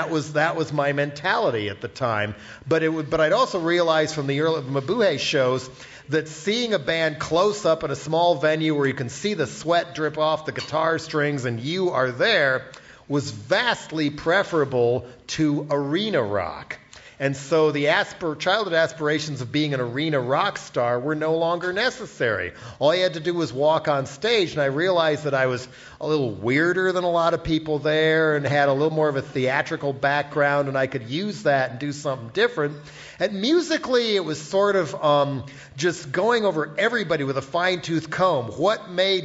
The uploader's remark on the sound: We talked with him at our live show in San Francisco.